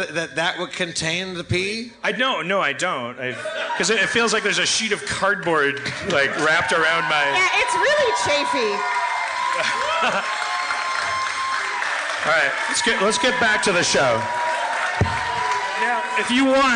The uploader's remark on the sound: LIVE at San Francisco Sketchfest 2016!